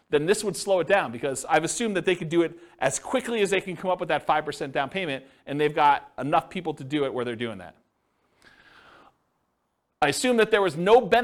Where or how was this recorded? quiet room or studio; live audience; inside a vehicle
live audience